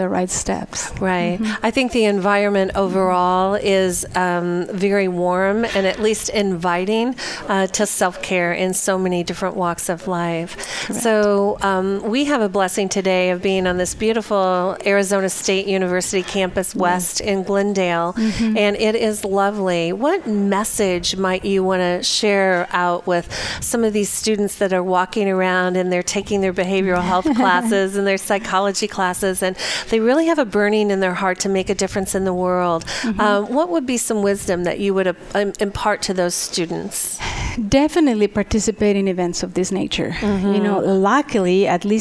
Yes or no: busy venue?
yes